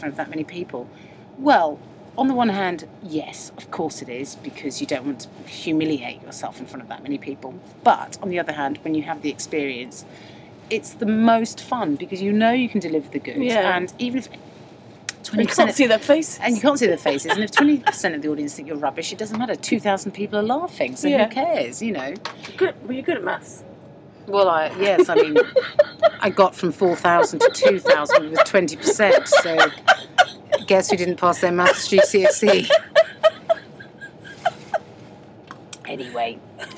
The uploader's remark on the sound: on a Virgin train from Birmingham to Euston